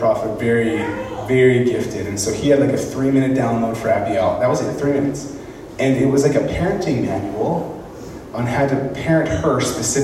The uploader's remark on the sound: speaking in Moose Lake Pentecostal Camp